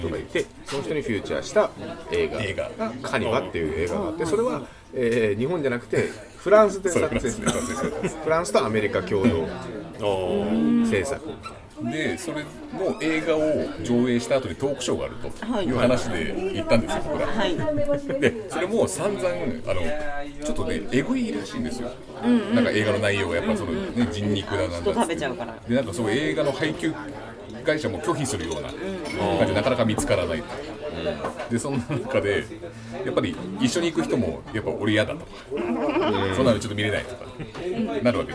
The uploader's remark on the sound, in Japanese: 今回は東京都八王子の居酒屋「暫」さんで出張収録を行いました。